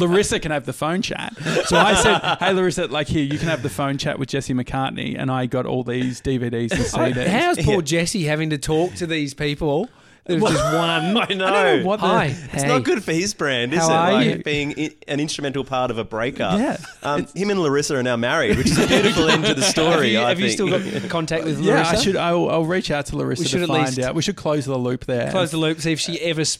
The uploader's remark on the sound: Live from the Sofitel in Melbourne